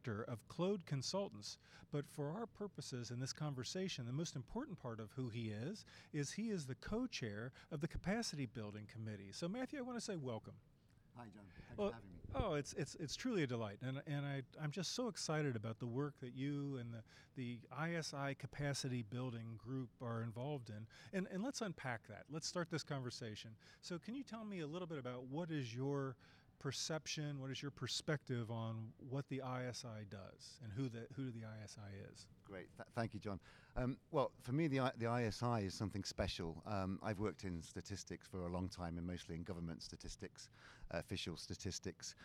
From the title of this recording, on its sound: Live From the WSC